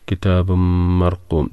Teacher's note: തൻവീന് ശേഷം മീമാണ്. മീമ് ഇരട്ടിപ്പിച്ച് കൊന്നത്തോടു കൂടി ഓതുക.